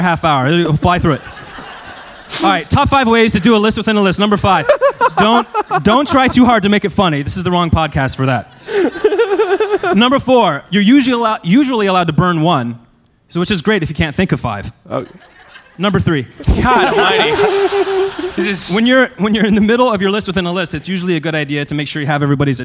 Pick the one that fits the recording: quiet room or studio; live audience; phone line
live audience